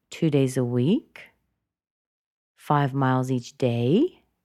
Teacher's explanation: So she went up in intonation in week and day.